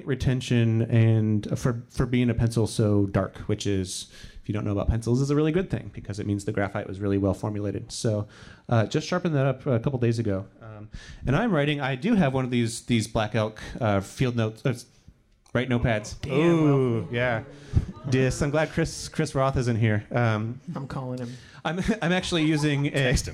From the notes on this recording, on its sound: Live from the Baltimore Pen Show. Record an episode in front of a live studio audience at the Baltimore Pen Show. Since we were recording in front of an audience at a pen show.